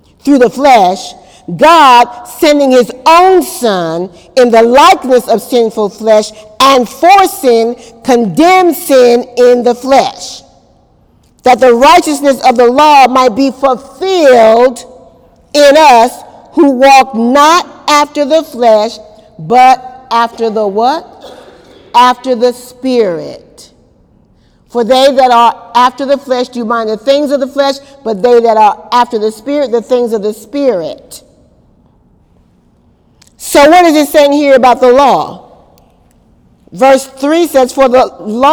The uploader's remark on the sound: During Wednesday night service on April 11, 2018